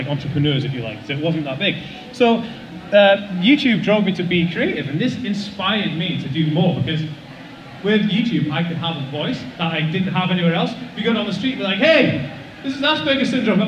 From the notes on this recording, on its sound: a live talk I did for the Autism Directory